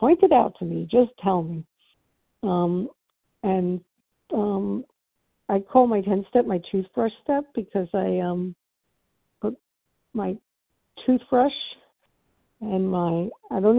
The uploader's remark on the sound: from the 100 Pounders Phone Meeting, 2/24/23